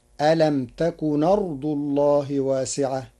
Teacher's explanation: بنقل حركة الهمز إلى الساكن قبلها فتصير ألم تكن أرض الله واسعة للتخفيف.